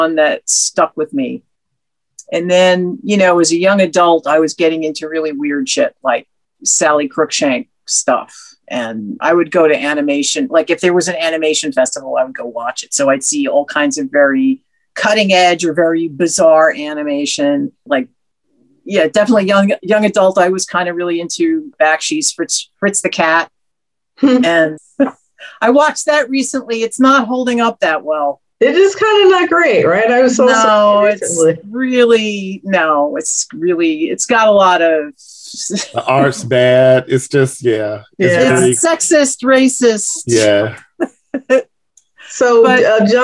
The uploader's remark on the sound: Zoom celebration